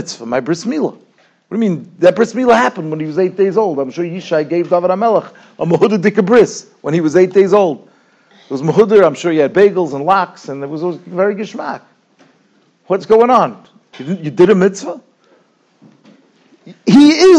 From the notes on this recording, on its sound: Shiur recorded in Yeshivas Ohr Reuven, Monsey, NY.